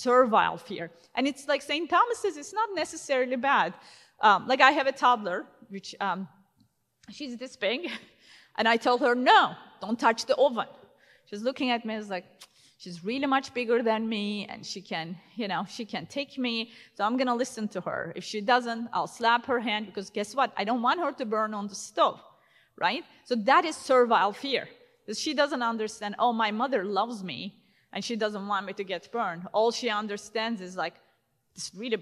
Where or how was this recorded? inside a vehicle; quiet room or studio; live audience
live audience